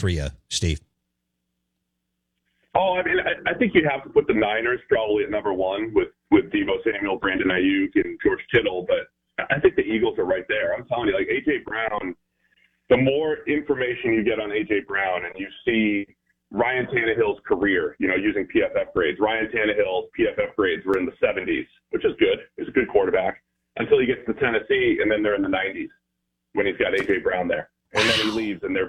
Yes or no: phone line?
yes